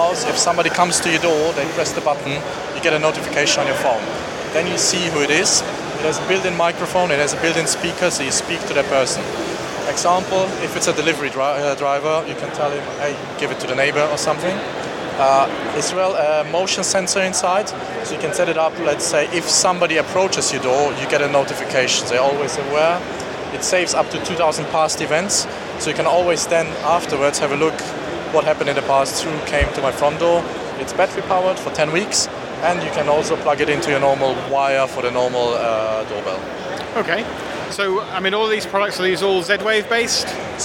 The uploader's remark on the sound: In the last of my smart home interviews from Gadget Show Live, I look at one of the new entrants to the market, Smanos.